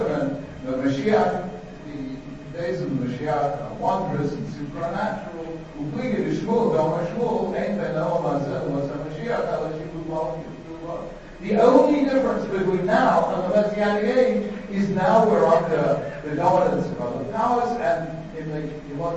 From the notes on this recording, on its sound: delivered at Yeshiva University